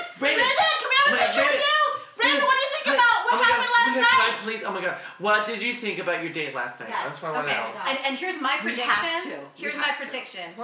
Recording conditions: poor sound quality